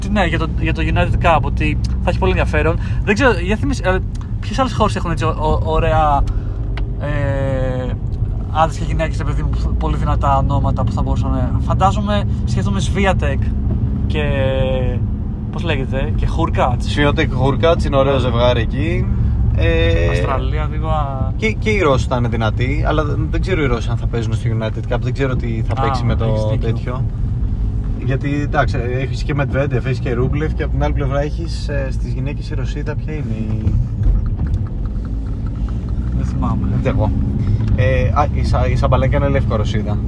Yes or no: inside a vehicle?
yes